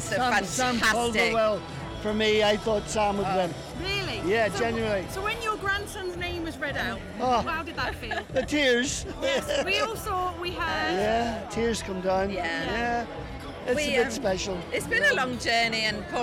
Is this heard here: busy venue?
yes